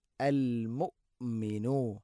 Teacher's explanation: ഹംസയുടെ ഉച്ചാരണം കൃത്യമാക്കണം. തൊണ്ടയുടെ താഴെ ഭാഗമാണ്. എന്നാൽ ഖൽഖല വരാനും പാടില്ല.